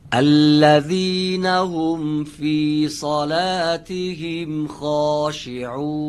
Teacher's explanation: در کلمه صلاتهم صاد درشت باید تلفظ بشه، ولی لام نازک. صلاتهم اگه بگیم صلا غلط میشه.